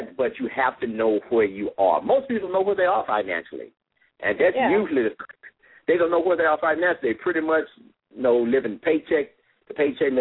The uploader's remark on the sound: LML uses a progressive live call in format.